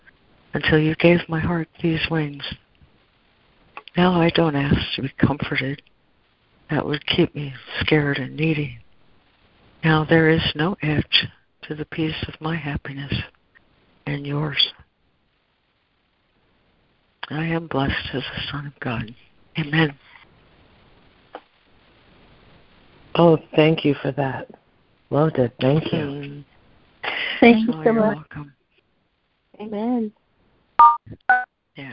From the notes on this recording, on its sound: ACIM Daily Conference Call